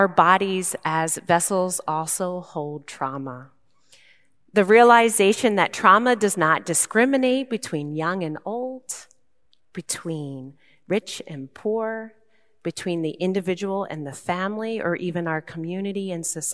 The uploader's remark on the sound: Recorded live at Beatitudes Church in Phoenix, AZ